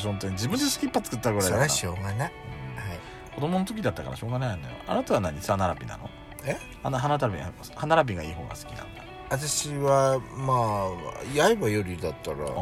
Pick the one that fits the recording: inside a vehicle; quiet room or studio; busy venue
inside a vehicle